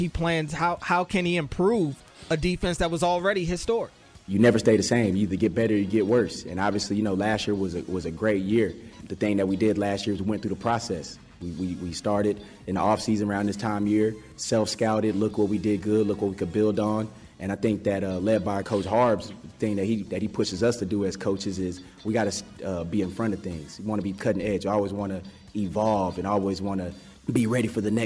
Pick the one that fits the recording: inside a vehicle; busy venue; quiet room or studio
busy venue